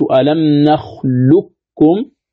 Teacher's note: بالإدغام الخالص دون إبقاء صفة الاستعلاء ولا صفة القلقلة